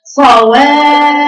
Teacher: الفاء الاولى فيها نبره فارفعي صوتك عليها